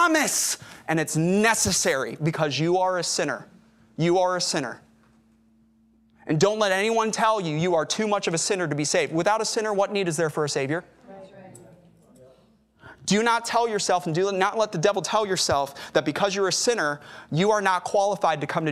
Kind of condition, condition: setting, large echoing room